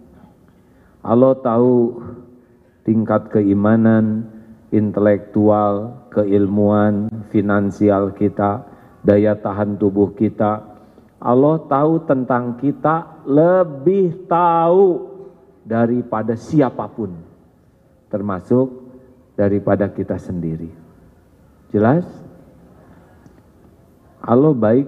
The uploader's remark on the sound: live dari Masjid TSM Bandung